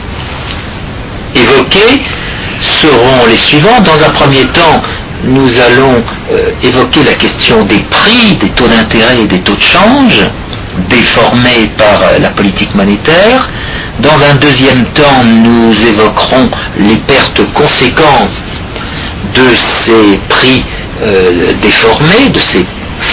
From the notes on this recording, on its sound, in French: Enregistrement de qualité sonore très moyenne au début.